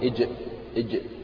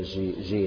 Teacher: بدون تفشي، ما تخلي الهواء ينتشر في الفم · Shown in: first take · إذا جعلت الهواء ينتشر في الفم تتحول من الحرف العربي الجيم إلى حرف آخر ليس عربية اللي هو جي جي، هذا ليس بصحيح، إنما الصحيح تقول إج إجتنب إجتنب. · Term: الجيم العربية